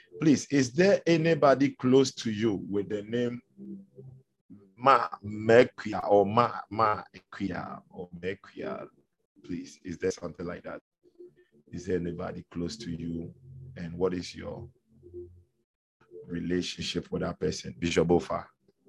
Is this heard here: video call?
yes